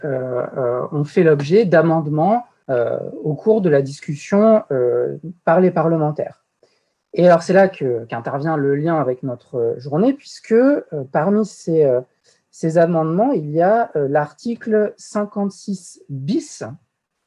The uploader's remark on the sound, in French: Enregistré sur zoom